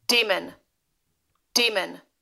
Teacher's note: it is pronounced demon, D with a long E, M, and then a schwa, which is an upside down E, N.